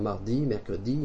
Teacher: Les Acadiens de souche vont dire mardi, mercredi avec un D.